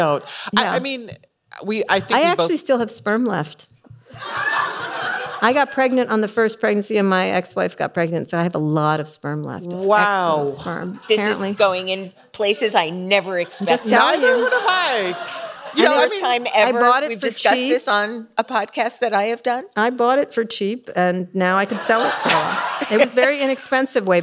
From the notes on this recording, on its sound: She joins a live studio audience.